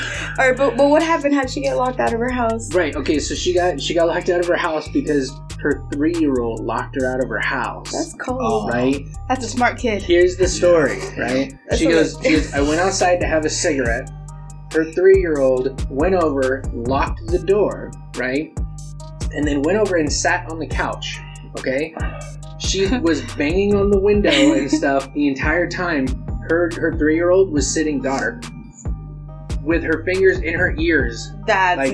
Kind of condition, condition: fault, background noise